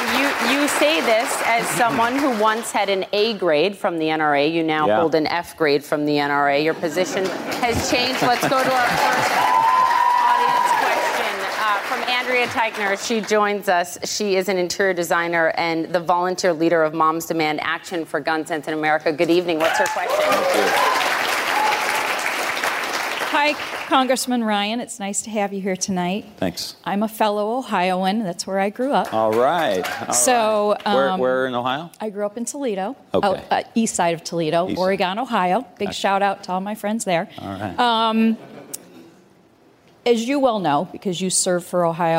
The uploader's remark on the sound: Answers questions during a live town hall. In Atlanta, Georgia.